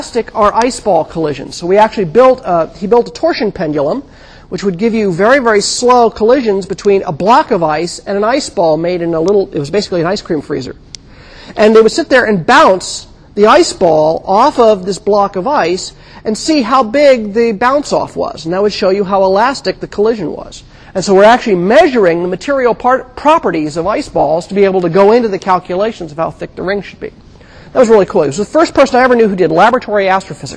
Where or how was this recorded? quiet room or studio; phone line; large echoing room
large echoing room